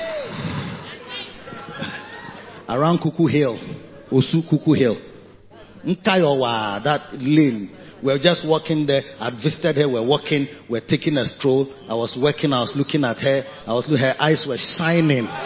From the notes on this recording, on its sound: Preached at the Christmas Day Service - Makarios Cathedral, HQ. Preached at the Christmas Day Service - Makarios Cathedral, HQ.